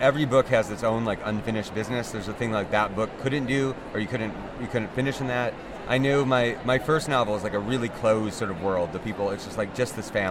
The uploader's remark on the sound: Live from the conference floor at AWP 2023.